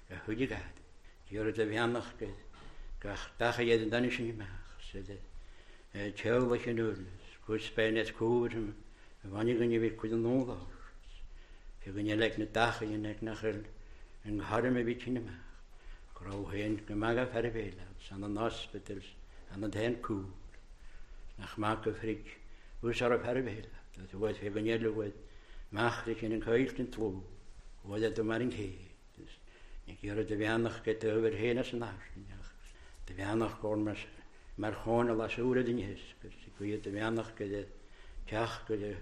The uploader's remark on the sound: Recorded at North Harris Free Church on Sunday Evening 5th September 2021